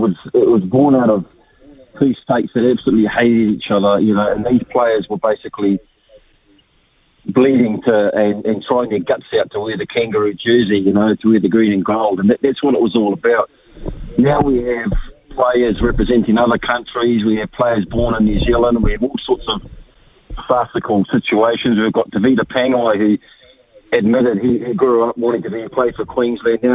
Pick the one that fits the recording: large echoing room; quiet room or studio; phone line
phone line